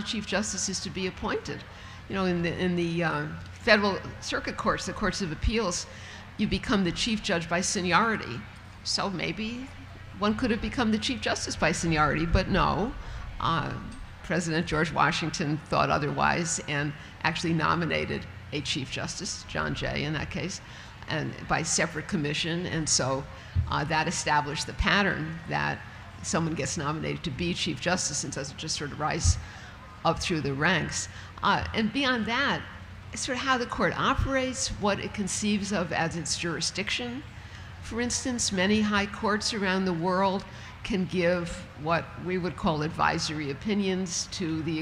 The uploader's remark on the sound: appears at the 2012 Library of Congress National Book Festival.